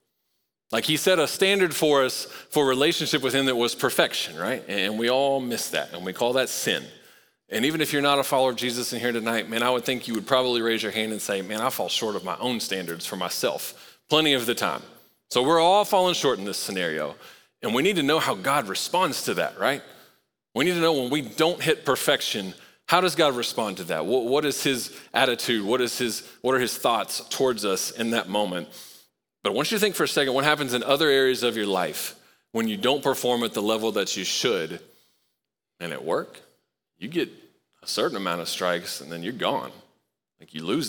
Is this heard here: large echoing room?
yes